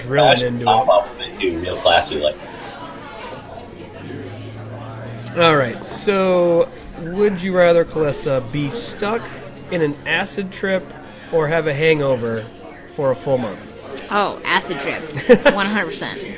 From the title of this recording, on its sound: Suns out Party Guns out at Goldspot Brewing